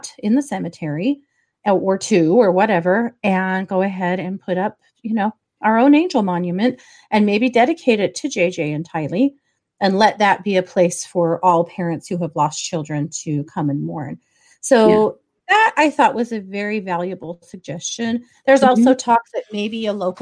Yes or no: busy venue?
no